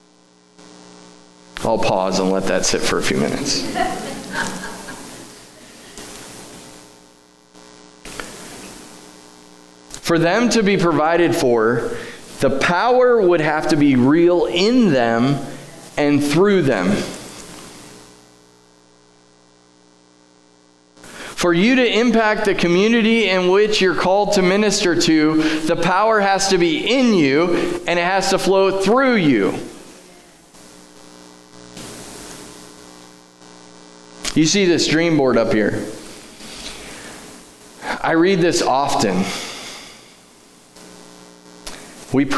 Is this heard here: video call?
no